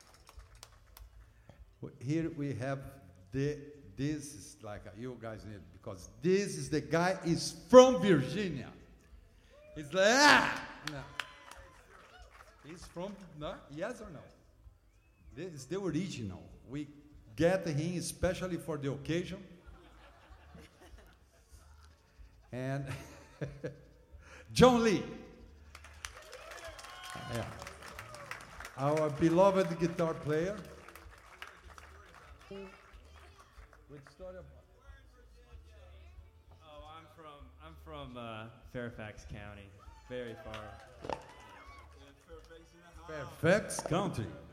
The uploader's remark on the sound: live on the porch at FloydFest X in 2011